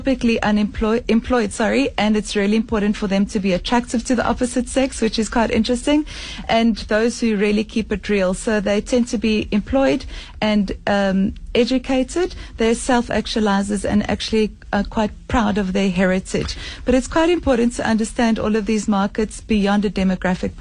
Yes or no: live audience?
no